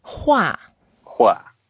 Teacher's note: It's also the fourth tone, so we go down.